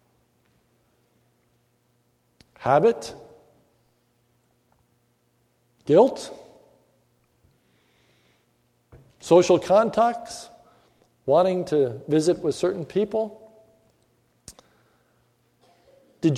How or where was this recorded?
large echoing room